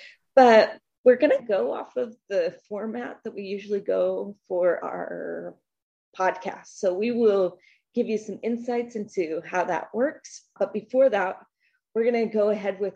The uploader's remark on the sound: Our first ever LIVE episode while participating in the Affirmation Connections Virtual Summit. We were able to have our first ever LIVE episode while participating in the Affirmation Connections Virtual Summit.